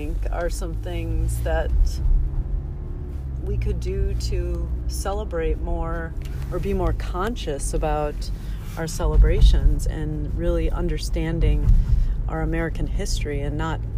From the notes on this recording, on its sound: Brief, unedited, unscripted, thought generating dialog, recorded on my commutes to the office and other random places. This is episode was generated while on an evening ice cream run.